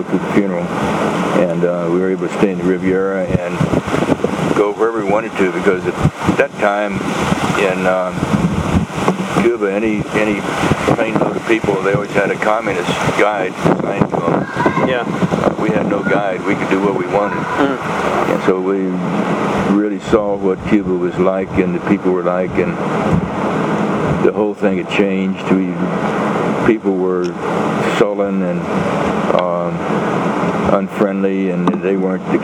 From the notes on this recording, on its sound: recorded a couple years ago on a very windy night